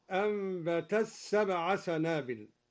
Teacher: أدغم الدوري التاء في السين